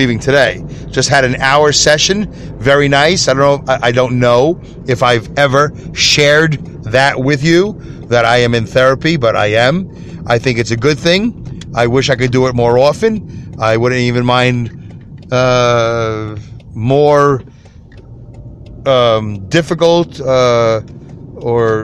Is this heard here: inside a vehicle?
yes